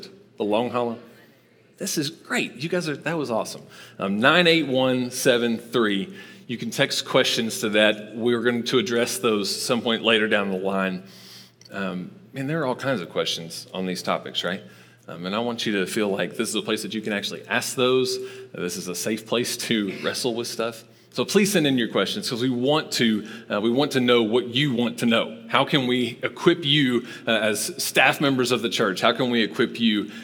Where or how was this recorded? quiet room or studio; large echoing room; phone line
large echoing room